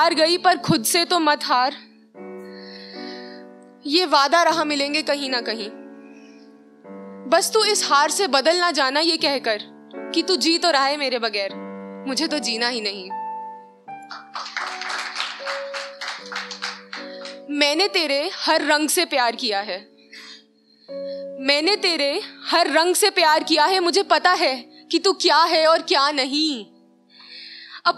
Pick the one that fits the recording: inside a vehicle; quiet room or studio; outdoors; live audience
live audience